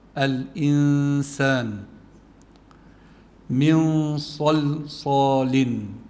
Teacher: الإنسان في عنا نون ساكنة أتى بعدها سين، حرف السين بيكون عنا إخفاء، يعني النون الساكنة تخفى عند السين مع الغنة. الإنسان من صلصال، نون ساكن أتى بعدها صاد، كمان عنا إخفاء، فالنون الساكنة تخفى عند الصاد وبيكون إخفاؤها مع التفخيم لأن الصاد حرف مفخم.